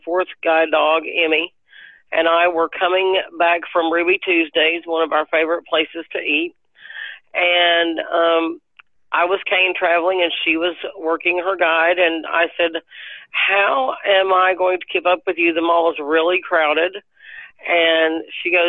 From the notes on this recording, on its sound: Her laptop was damaged a few days before our interview. Instead of backing out she decided to call in on a phone line instead.